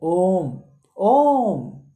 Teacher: यानी बीच में अ आ रहा है हाँ वही वो उसको थोड़ा सा खींचते हैं तो प्लुत हो जाता है ओम ओम केवल ओम बोलेंगे तो प्लुत नहीं है ओम है